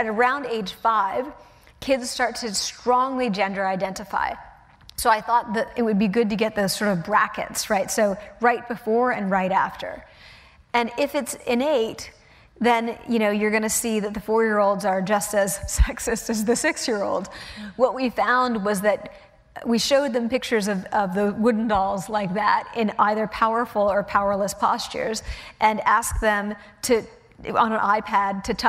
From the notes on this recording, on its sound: The conversation was recorded on Jan 21, 2016 in front of a live audience at New York's 92nd Street Y.